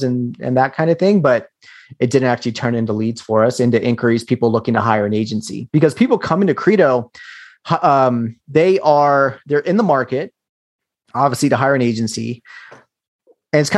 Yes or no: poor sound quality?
no